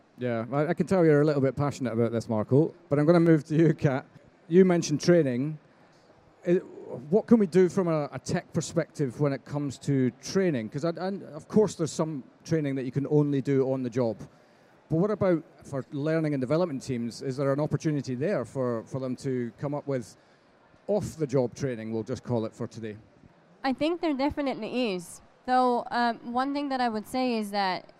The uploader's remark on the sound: We thought it would be great to conduct 2 live podcast recordings on the subject of how today’s trends impact the industry of tomorrow. Questions from the audience.